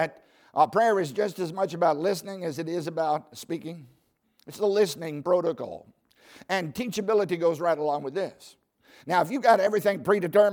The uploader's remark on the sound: as a part of the 2020 Spiritual Awakening Conference at Baptist College of Ministry